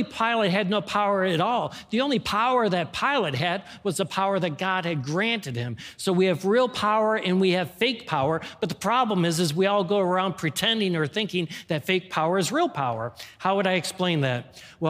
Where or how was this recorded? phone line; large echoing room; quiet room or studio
large echoing room